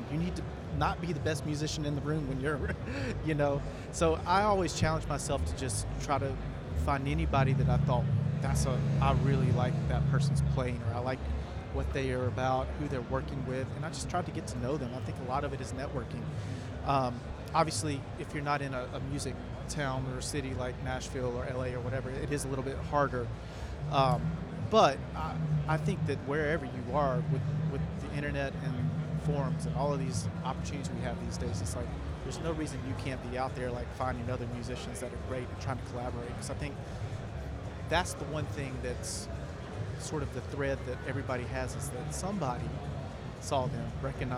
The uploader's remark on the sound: In this special episode live at The NAMM Show